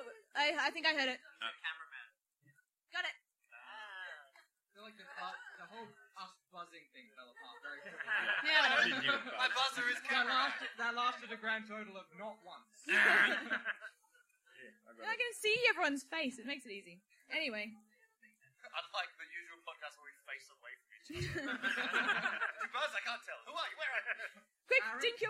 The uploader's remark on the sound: Live at the Adelaide Fringe